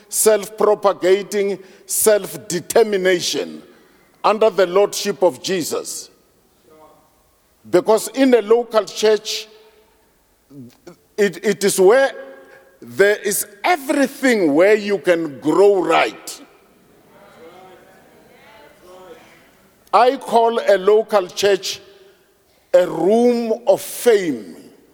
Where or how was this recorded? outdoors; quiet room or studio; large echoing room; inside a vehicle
large echoing room